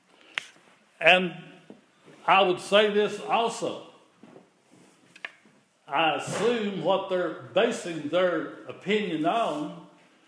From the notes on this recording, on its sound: The following is an audio recording of the Sunday service at Persia United Methodist Church in Rogersville, TN.